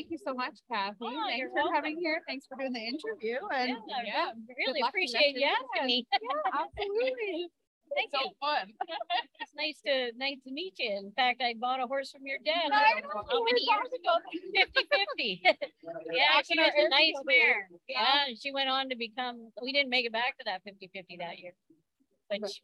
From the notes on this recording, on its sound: Past winners and current competitors joined us for Live Interviews at MBRA (Manitoba Barrel Racing Association) Finals in Brandon Manitoba.